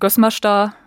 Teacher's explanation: Und die anderen sagen Gössmerstar, also ohne diese eine Silbe in der Mitte.